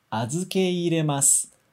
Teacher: Tem o e e o i lá no meio, mas a gente não vai prolongar o e. A gente vai separar o e e o i.